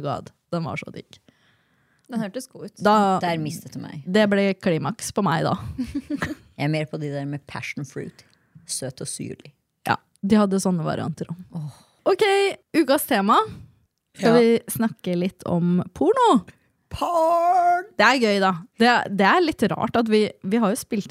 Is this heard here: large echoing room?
no